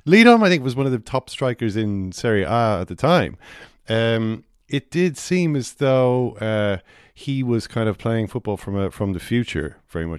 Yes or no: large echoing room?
no